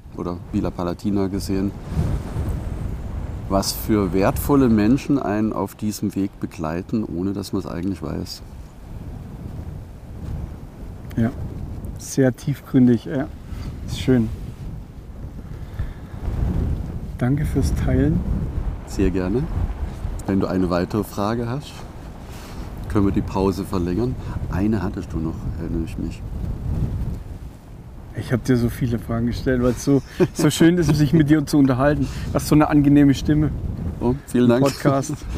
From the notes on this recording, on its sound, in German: Live unplugged vom Camino Primitivo. Heute live vom Camino Primitivo.